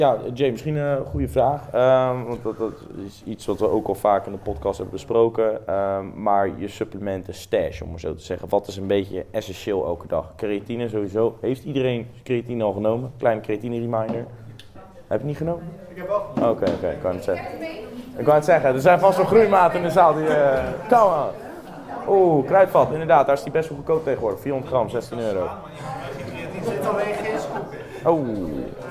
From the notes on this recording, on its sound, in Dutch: LIVE community Q&A. Tijdens de supporters Sportpoeder meeting.